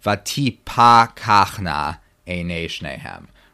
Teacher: So you have a kamatz, and this is a real kamatz. This is a long ah sound under the pe in vatipa kachna